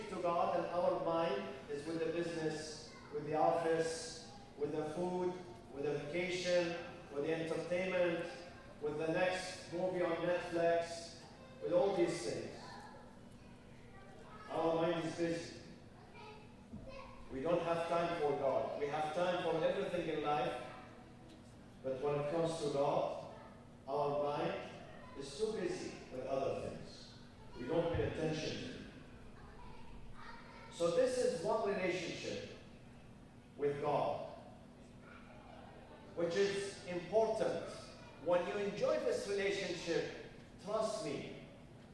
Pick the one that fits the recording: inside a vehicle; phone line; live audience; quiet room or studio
live audience